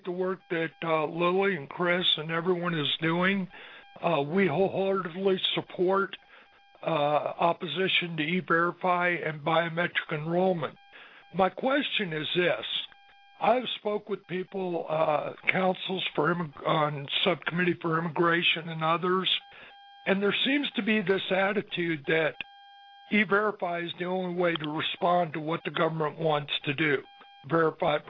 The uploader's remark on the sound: Rights Working Group held a conference call with experts on e-verify and privacy.